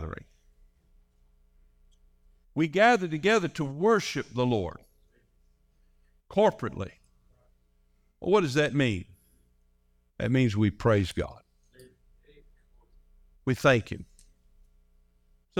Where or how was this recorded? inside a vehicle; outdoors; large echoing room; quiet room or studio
large echoing room